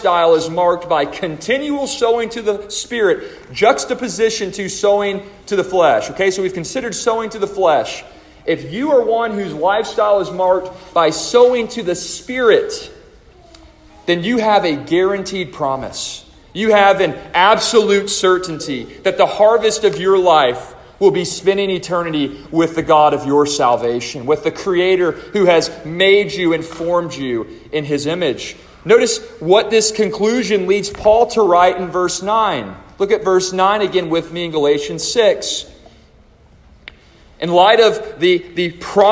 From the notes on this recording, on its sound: A chapel message delivered to the students and faculty of the Deep Roots Homeschool Co-Op of First Baptist Church-Inez -Inez, Texas